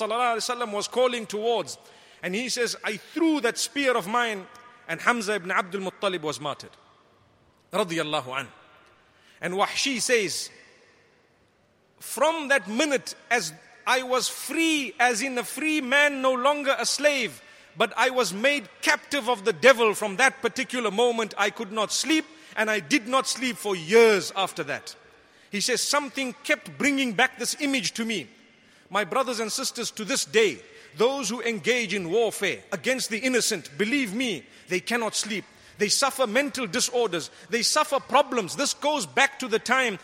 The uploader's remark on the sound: Delivered at Tuanku Mizan Zainal Abidin Musjid 15 Ramadan 1435/2014